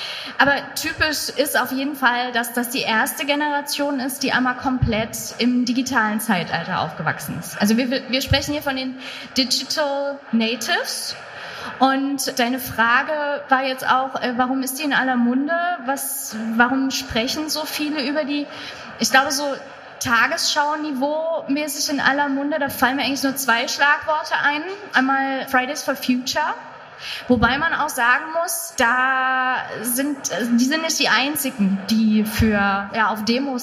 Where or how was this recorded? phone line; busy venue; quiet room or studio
busy venue